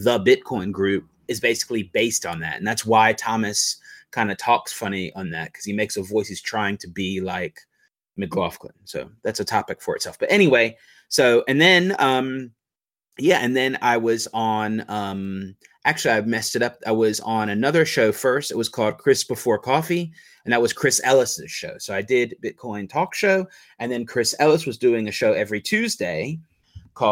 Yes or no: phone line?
no